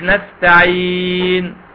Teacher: مديت الساكن الاول اللي هو الياء